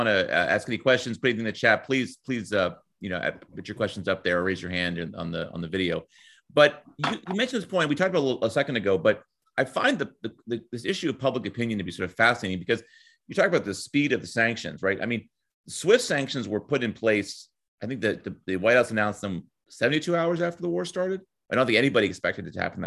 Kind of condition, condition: link, video call